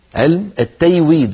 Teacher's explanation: لا، مرة قال لي أخ أظنه من حضرموت قال لي نحن ما تعلمنا علم التيويد، علم التيويد بالياء قالها